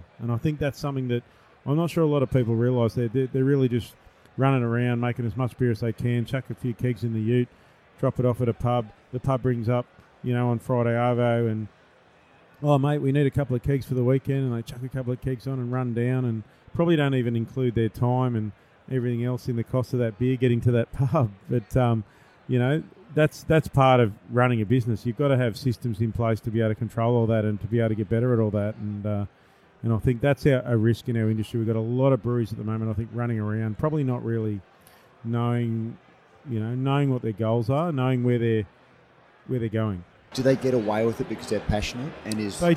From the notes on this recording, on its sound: This is a special edition of Brews News, live from GABS in Melbourne. Brews News was able to take our mobile studio to GABS and capture some great discussions with a wide range of people in the beer industry.